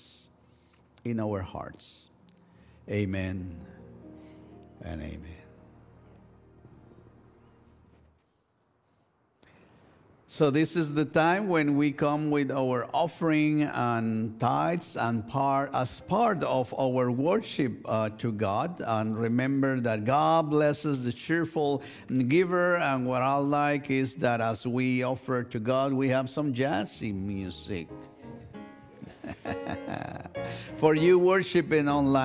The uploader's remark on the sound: This week's service, recorded live on December 31, 2023. We are located at 12550 Van Nuys Blvd.